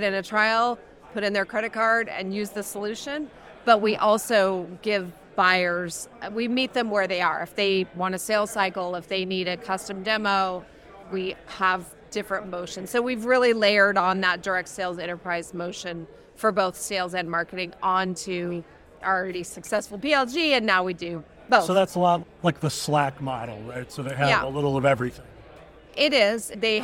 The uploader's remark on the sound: Recorded live at the Ascent Conference in San Francisco.